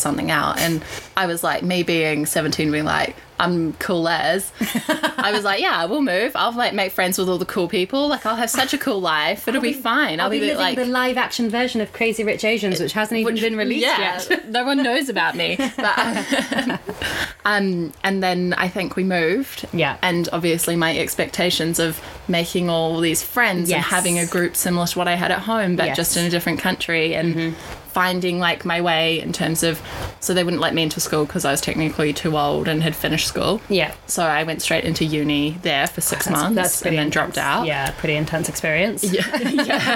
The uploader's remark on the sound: The audio is getting better each week we hope, but we are still heavy breathers with smokers laughs